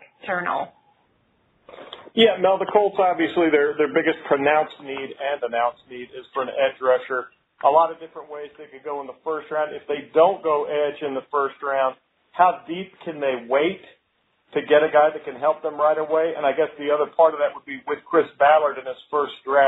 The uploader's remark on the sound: NFL Draft Conference Call. In a conference call.